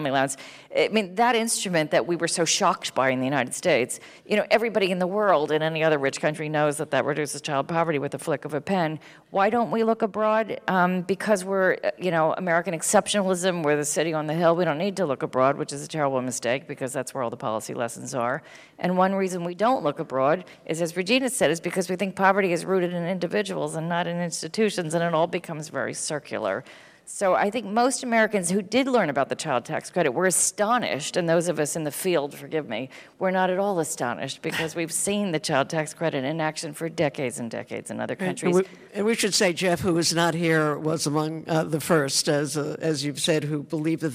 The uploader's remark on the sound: Panel event in conjunction with the CUNY Graduate Center.